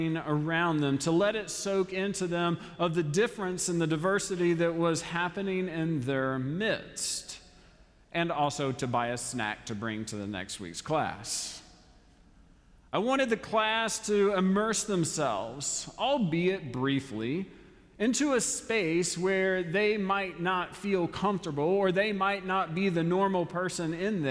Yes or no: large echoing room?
yes